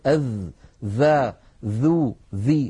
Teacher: الذال مجهورة، والذال رخوة والذال مستفلة كما أنها منفتحة · Term: حرف الذال